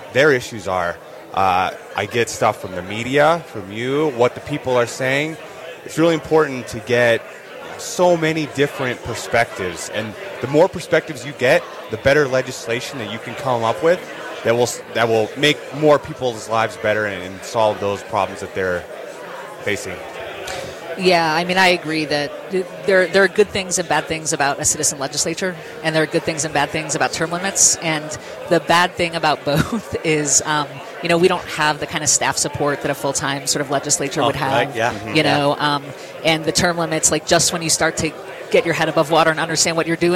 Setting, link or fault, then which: setting, busy venue